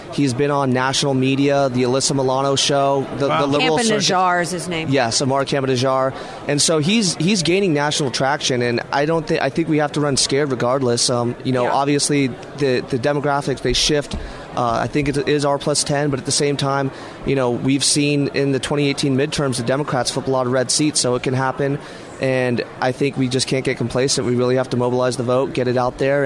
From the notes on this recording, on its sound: joins us live from CPAC